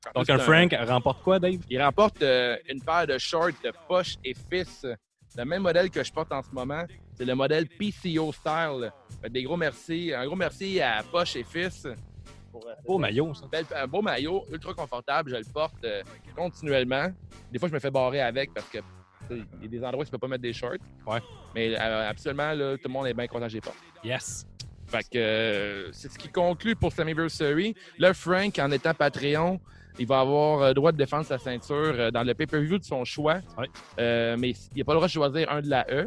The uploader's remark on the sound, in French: Dans la cours à Wave. En direct du studio extérieur CJDLL.